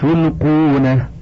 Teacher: وتقرأ تلقونه بضم التاء